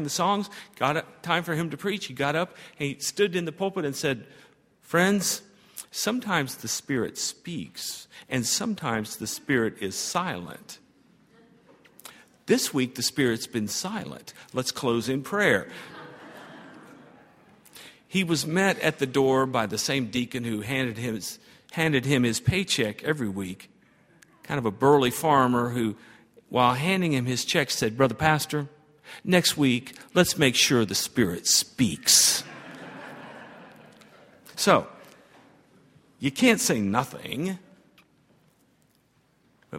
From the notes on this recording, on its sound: at Highland Baptist Church.